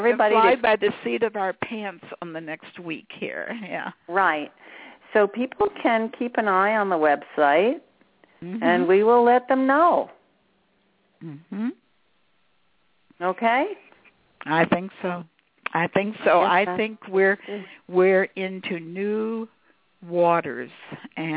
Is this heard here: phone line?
yes